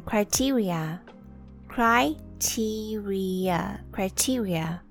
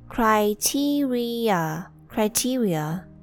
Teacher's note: And the third one criteria criteria criteria the I in the first syllable pronounced as I, cry. And the E and I in the second and third syllable both pronounced as E, the long E.